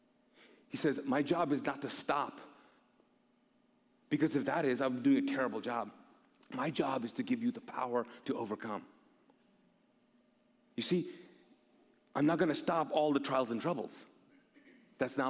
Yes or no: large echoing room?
yes